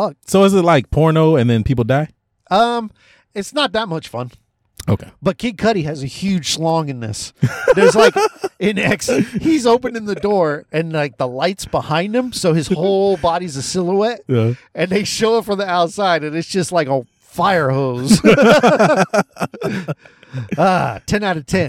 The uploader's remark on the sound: One dude looked at us weird while recording. We watched SCREAM VI and went to my car and hit record.